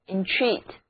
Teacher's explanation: 第二个音节是重读音节